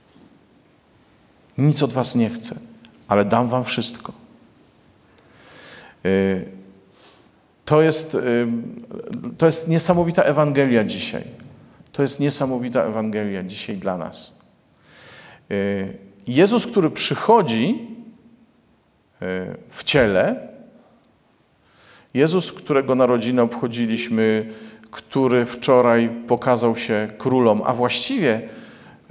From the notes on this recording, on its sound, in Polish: Posłuchajcie Liturgii Słowa z Błotnicy, nagranej w Niedzielę Chrztu Pańskiego!